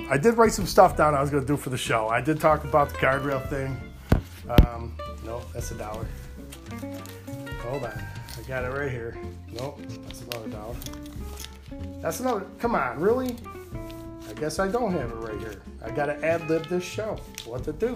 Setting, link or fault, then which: fault, background noise